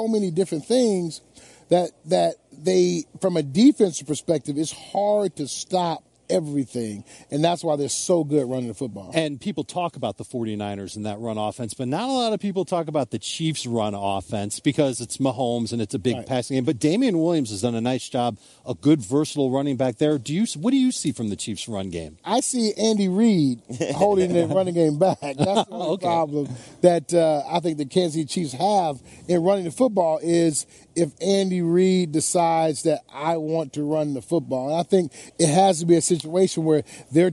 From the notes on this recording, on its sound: Live from radio row, welcome to Super Bowl week!